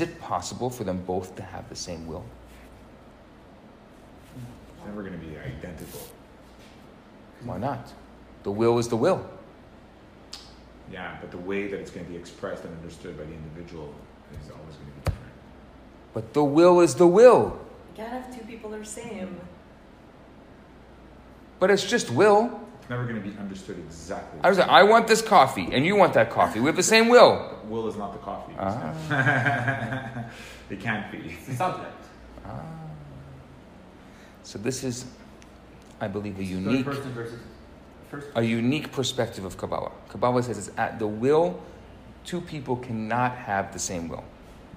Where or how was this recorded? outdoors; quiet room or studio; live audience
live audience